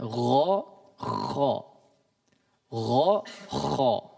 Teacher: Sama, mereka dikeluarkan dari tenggorokan bagian atas.